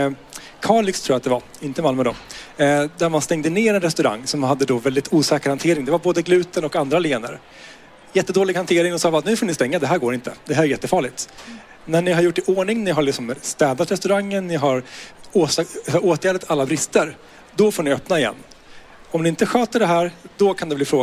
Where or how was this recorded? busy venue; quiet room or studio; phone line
busy venue